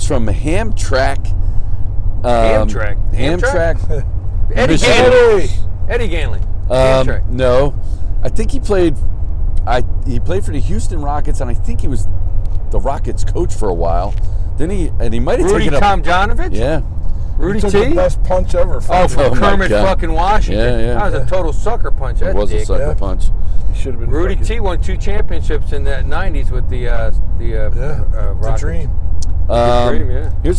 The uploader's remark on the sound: We are in the car driving up to Penn State for the big showdown vs Michigan.